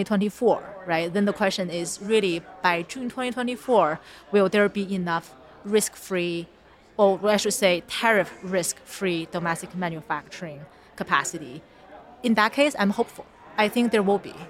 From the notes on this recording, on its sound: Live At The Solar & Energy Storage Summit. Is live in San Diego, bringing you highlights from each day of the conference.